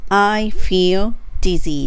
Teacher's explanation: feel dizzy ですね。I feel dizzy はい。この場合発音は F っていう F の F 上の歯をちょっと下の唇に当てて息が漏れる感じ。そしてやっぱり L のですね、feel, feel ですね。I feel dizzy このね切るとしたらね feel でちょっとだけ間を置いて dizzy って言った方が正確に伝わりますね